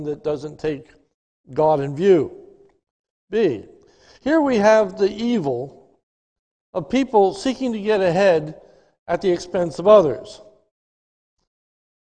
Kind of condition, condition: setting, large echoing room